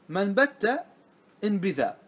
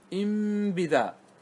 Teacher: لما كان النطق بالنون الساكنة قبل الباء عسيرا وجب قلب النون ميما · Term: بالإقلاب